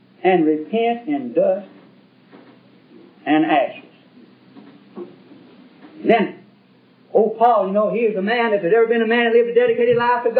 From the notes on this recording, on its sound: This message was preached in 1971 during the constitution of Trinity Chapel Primitive Baptist Church (since renamed Clinton Primitive Baptist Church) in Clinton, Kentucky.